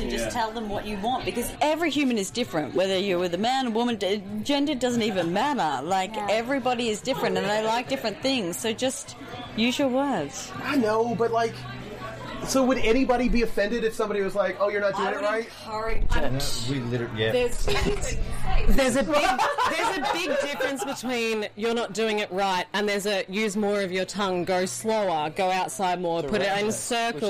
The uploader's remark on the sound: Live at Between Friends Wine Bar. Visit Between Friends Wine Bar in Melbourne and record a live podcast!